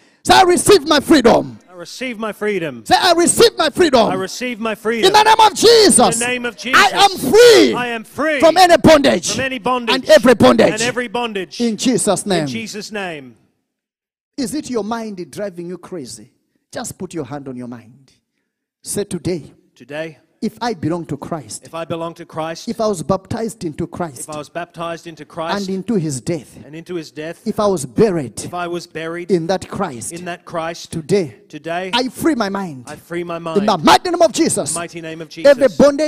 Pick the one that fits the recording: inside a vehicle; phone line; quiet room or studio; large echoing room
large echoing room